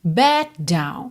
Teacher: Então, seria backed, backed, terminando no D. Down, que é a próxima palavra, já começa em D. Você junta tudo num D só.